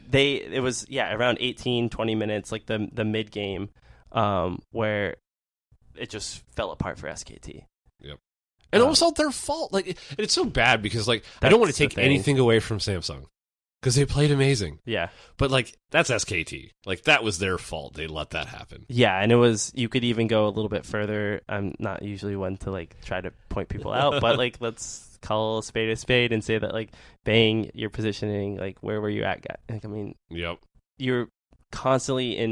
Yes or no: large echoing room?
no